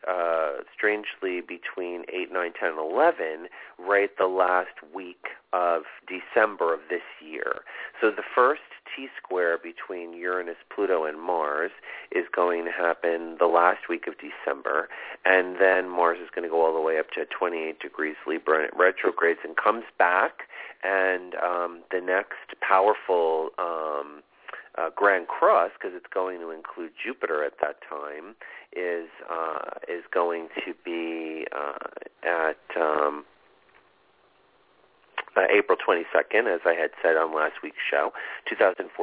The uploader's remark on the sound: This is a call in show